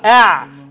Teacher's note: أعطى الهمزة والعين مرققة